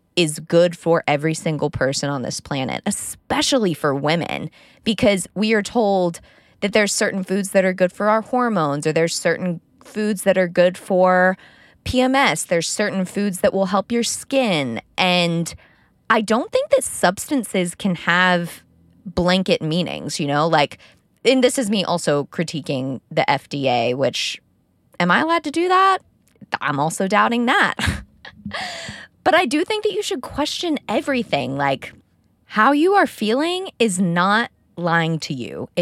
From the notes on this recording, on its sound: Talk with me in my car.